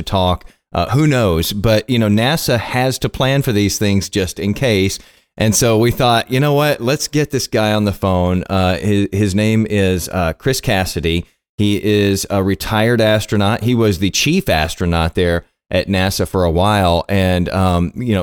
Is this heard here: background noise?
no